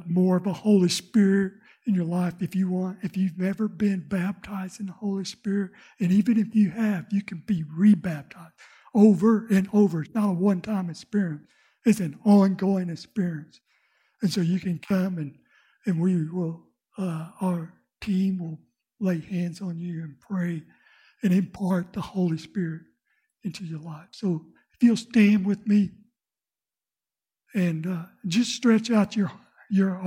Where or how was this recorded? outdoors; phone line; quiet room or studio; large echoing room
large echoing room